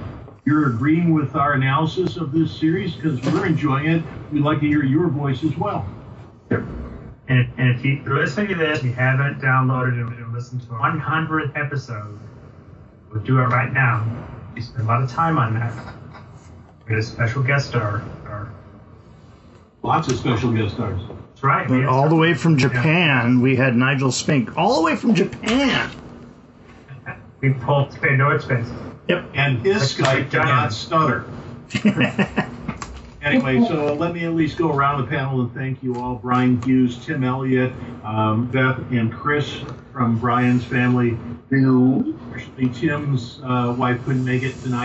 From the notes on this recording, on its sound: we had some technical problems during the recording, so the sound is not to our high standard